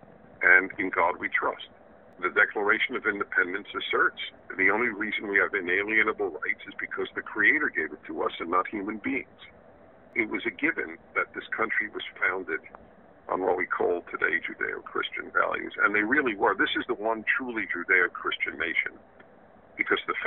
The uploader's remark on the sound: a phone conversation